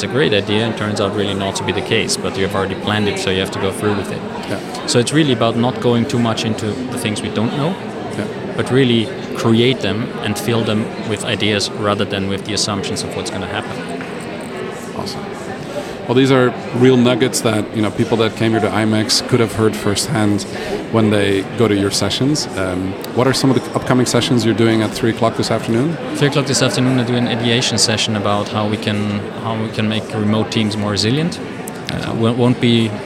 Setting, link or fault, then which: setting, busy venue